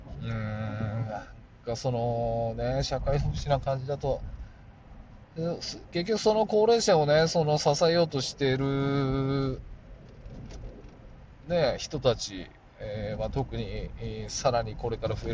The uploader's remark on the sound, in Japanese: 運転中 あの日の車からボツにした声。今年の8月に収録しボツとした音声。